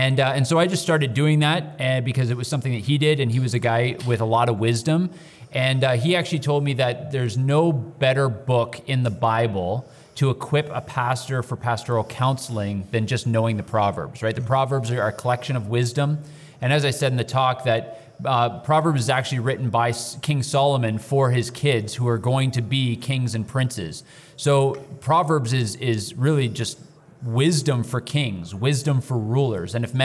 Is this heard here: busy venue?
yes